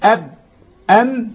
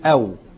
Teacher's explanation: الباء والميم بانطباق والواو بانفتاح. الباء والميم هتنطبق الشفتين · Shown in: first take